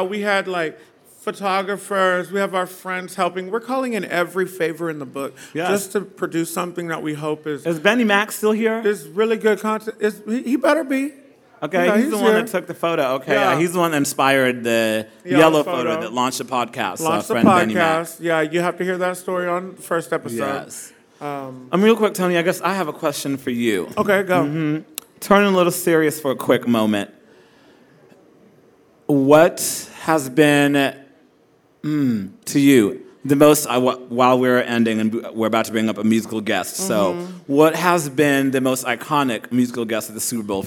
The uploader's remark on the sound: Recorded live at Tulips in Fort Worth.